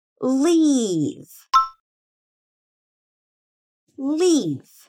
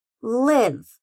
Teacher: Na hora de falar, a sua boca tem que se mover como se fosse dar um sorriso. É um som mais aberto e longo. · Shown in: first take · Repeat after me.